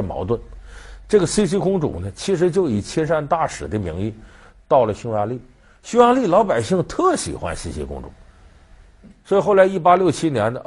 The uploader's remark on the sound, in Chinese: 還有聽故事的觀眾